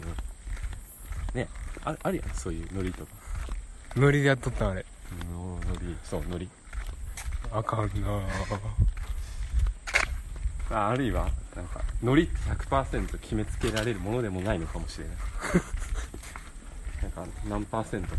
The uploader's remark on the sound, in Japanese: お散歩収録。夜は虫の音。